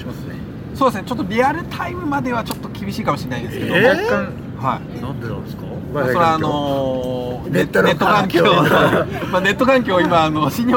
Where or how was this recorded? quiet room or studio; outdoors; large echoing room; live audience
outdoors